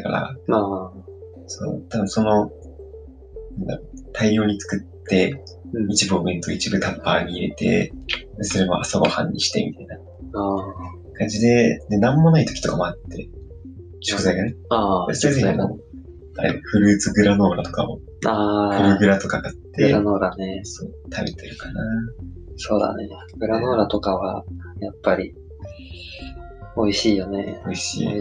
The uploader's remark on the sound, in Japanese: 音質が悪いかもしれないです、試行錯誤中です。